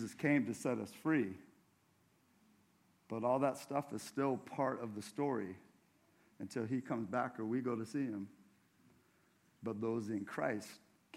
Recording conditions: large echoing room